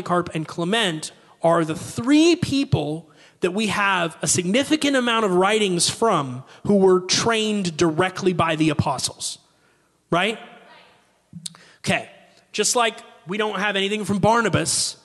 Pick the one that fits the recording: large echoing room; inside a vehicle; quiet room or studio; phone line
large echoing room